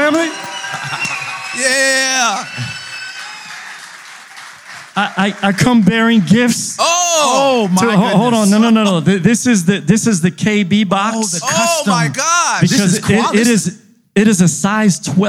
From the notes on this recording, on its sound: We are live, in the building. For his new book release party! This podcast was recorded before a live studio audience.